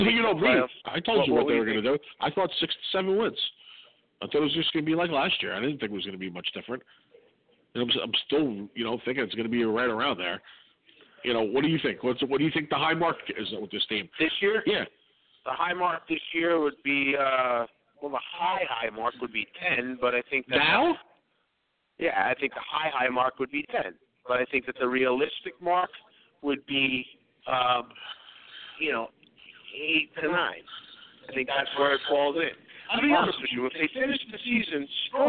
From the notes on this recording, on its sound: Live from Miami Mike's Sports Bar in East Hanover, NJ!